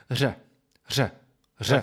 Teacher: it's a combination of r, rolling your tongue, and making that zh sound